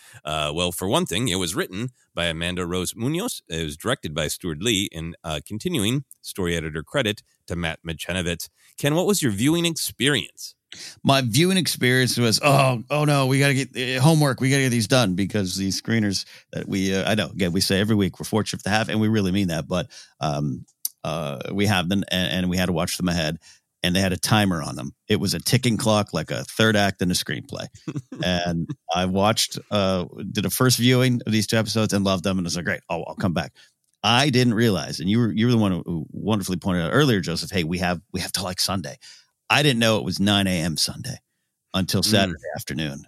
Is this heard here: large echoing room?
no